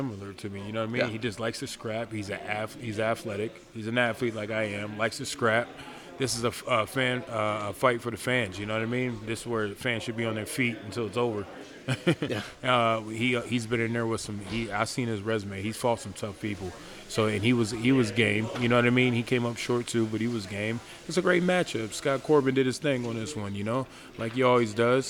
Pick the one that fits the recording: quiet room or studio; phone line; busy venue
busy venue